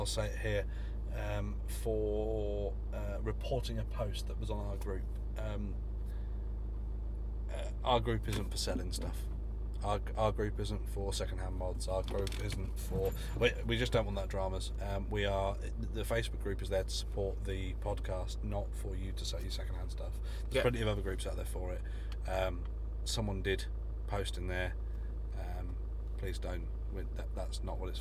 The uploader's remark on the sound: Vape Jam UK. We chat a lot in the car. Be prepared for shocking audio.